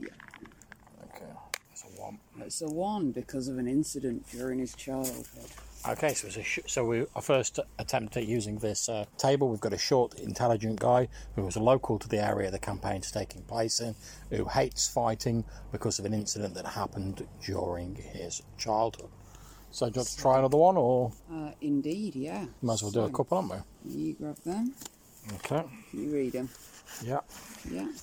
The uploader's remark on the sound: we're out by a campfire in our back garden